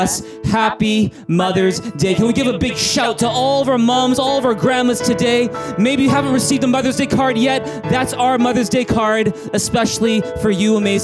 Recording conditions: large echoing room